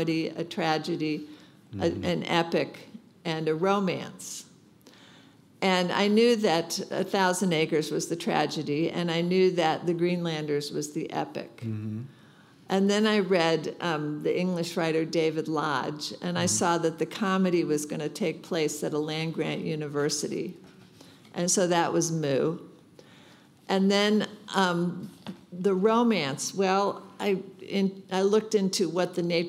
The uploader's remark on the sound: At this exclusive in-conversation event. At The Wheeler Centre.